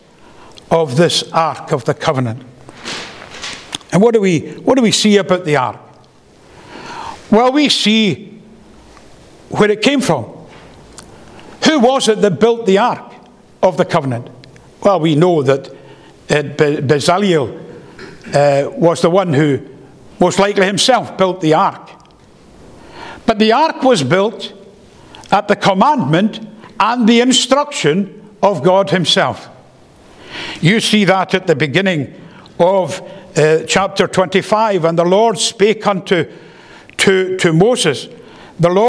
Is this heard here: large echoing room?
yes